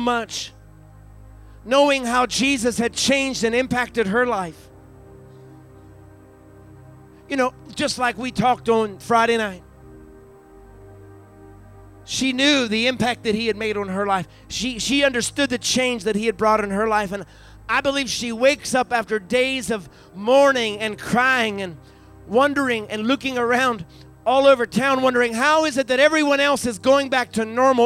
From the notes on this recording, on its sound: recorded live on our Resurrection Sunday Service at Fresh Fire Church in Uniontown, PA